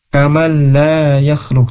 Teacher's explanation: huruf nun ketemu dengan huruf lam, nah ini tidak gunnah ya, bila gunnah atau idgham bila gunnah